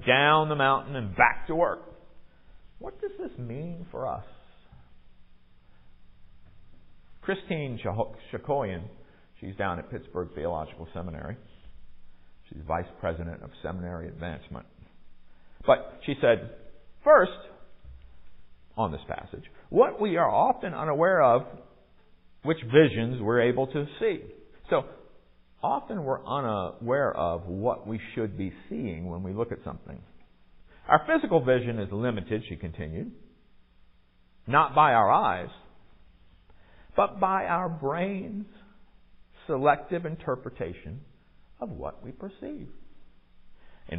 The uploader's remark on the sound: Recorded at MPPC on Sunday, February 19, 2023